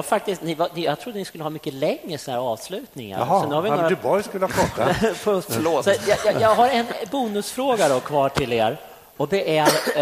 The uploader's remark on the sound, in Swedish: Detta är en inspelning ifrån min session på TechDays 2014.